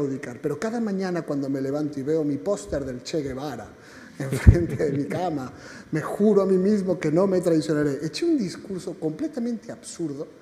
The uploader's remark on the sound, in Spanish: La tercer jornada de Centroamérica Cuenta en Madrid